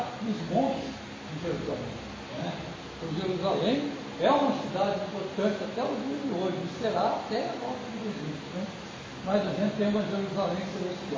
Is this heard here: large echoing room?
yes